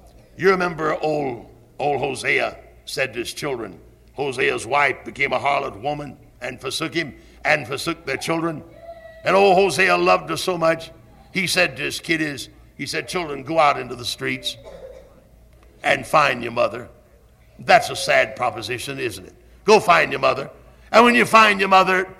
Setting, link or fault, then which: setting, large echoing room